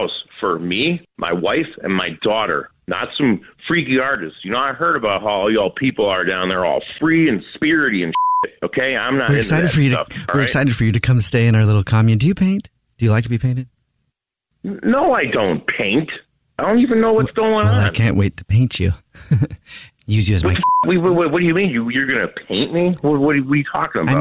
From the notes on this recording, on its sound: phone prank style